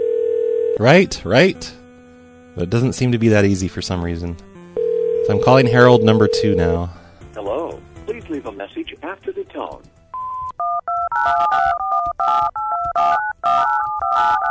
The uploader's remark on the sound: …'s Personal Prank Phone Calls Collection.